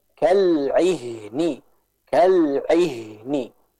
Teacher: Untuk huruf ain, dia dari tenggorokan bagian tengah, adapun untuk huruf ha, dia keluar dari tenggorokan bagian bawah. Sehingga secara pengucapan berbeda.